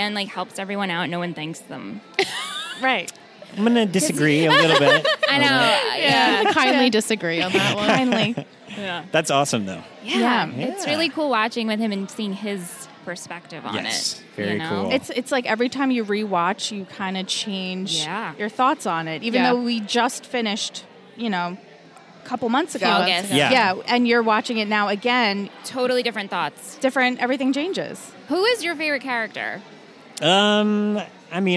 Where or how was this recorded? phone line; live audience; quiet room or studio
live audience